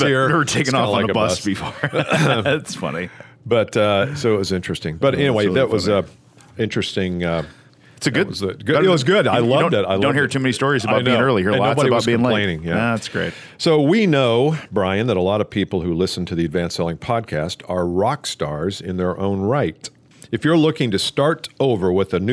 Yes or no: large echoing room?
no